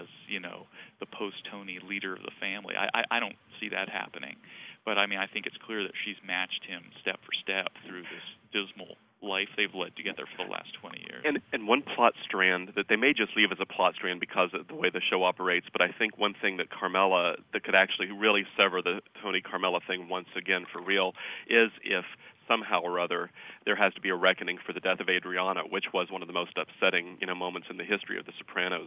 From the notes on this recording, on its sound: I talked by phone